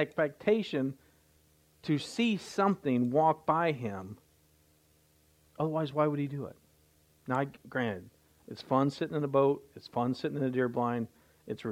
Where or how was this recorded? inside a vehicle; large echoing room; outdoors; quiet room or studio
large echoing room